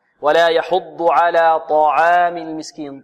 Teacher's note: العين كذلك مرققة، واللام مرققة في كلمة على، ولا يحض على طعام المسكين، هكذا. طعام، الطاء هنا مفخمة والعين مرققة، ولا يحض على طعام المسكين، طعام، الطاء مفخمة، طاء، ع، طاء، ع، طاء، لا نقول طعام، طاء، ع، خطأ، العين ليس من حروف التفخيم وإنما هي من حروف الترقيق، على طعام المسكين، كلها مرققة هذه.